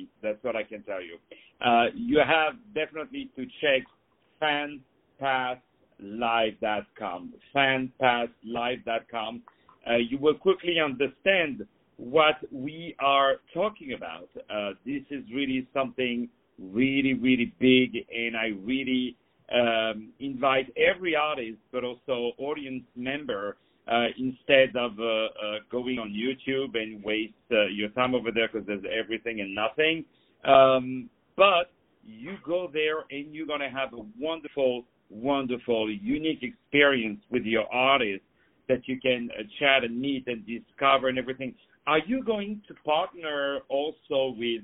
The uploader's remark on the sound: On the phone